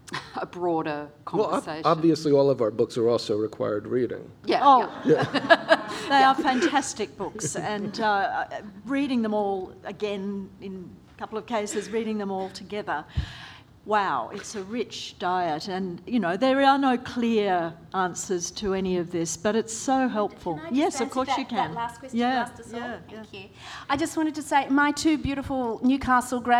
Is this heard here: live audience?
yes